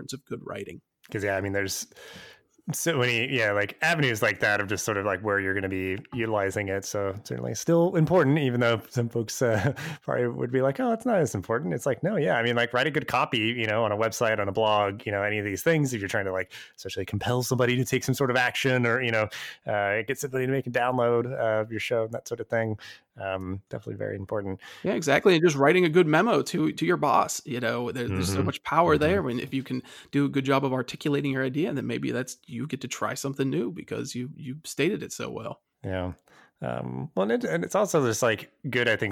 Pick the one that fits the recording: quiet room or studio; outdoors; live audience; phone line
quiet room or studio